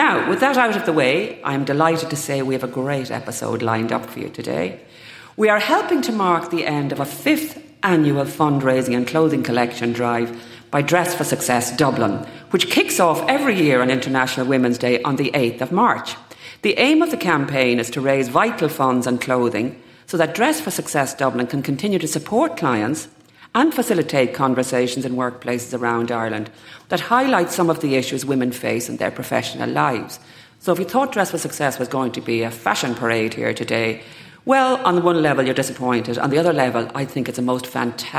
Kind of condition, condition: setting, live audience